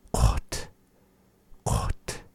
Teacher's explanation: So you find with the base word there that the word kot is having no vowels in between at all